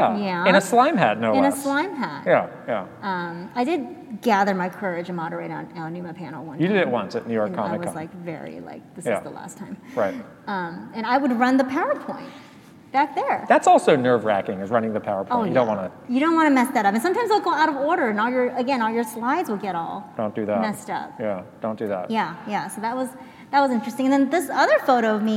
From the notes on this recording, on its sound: LIVE from PAX West 2022. To do it at a live show with some of you in person was absolutely amazing. We also answer some of your questions live. Answering live questions from our amazing PAX audience. Here are the questions asked, in case you have any trouble hearing them!